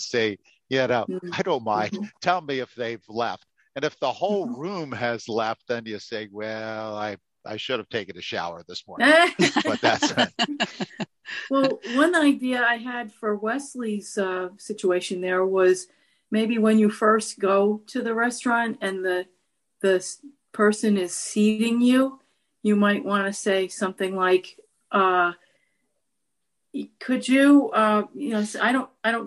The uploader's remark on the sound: CCLVI Zoom Call Recording 12/17/21. Enjoy the informative and helpful community discussion we had on oir 12/17/21 Friday Coffee Hour Zoom call!